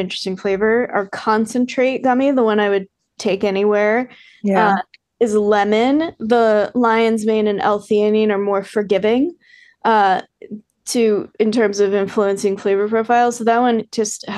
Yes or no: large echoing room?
no